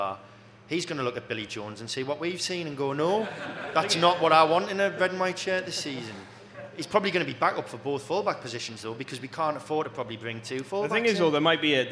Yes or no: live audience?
yes